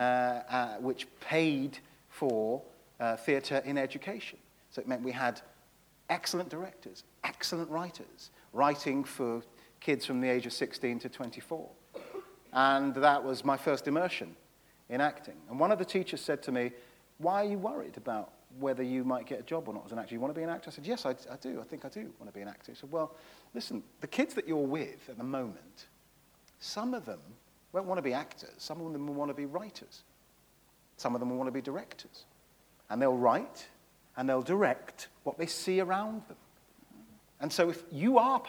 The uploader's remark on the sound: This is a recording of a live Platform event from October 2011.